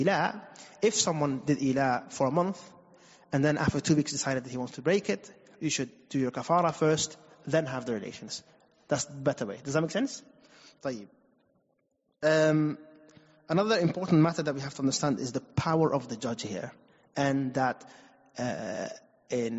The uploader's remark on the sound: Recorded at Green Lane Masjid & Community Centre